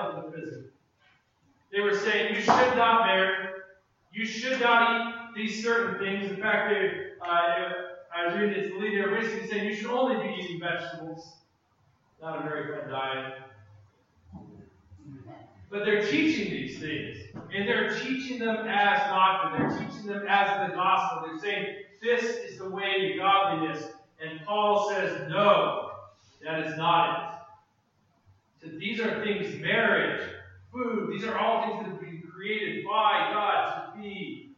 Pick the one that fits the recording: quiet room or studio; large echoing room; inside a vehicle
large echoing room